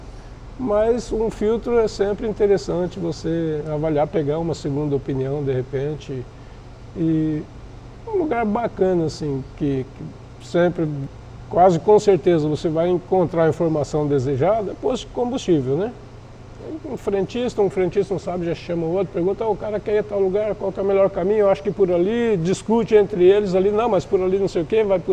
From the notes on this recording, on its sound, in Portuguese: Gravado em 27/06/2021 no Hell’s Dogs Motorcycle Bar - Foz do Iguaçu/PR